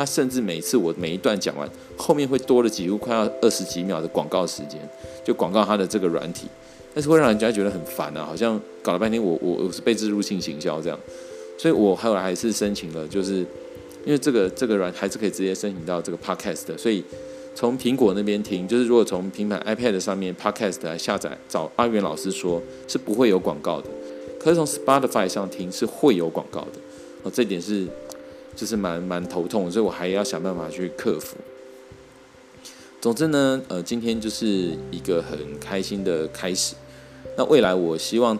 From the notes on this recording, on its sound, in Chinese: 今天入手的雪怪（Blue Yenti）終於到了！然後開始學習mac上的garageband來錄音，發現有些發音錄起來變得怪怪的，雖然也有些惱人的雜音。